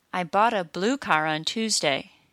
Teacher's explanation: blue is stressed, but car isn't, so car is said quickly, and the beat moves to the word blue. Still, the beats happen regularly.